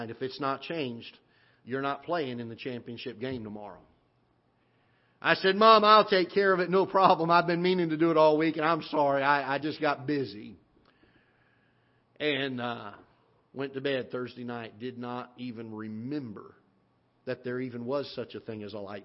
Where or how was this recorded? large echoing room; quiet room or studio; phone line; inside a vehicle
large echoing room